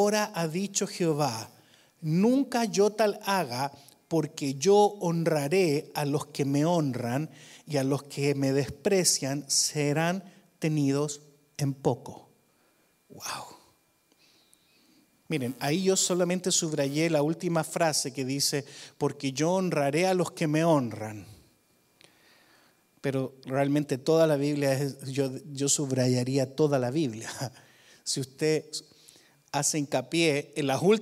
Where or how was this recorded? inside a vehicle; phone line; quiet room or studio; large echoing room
large echoing room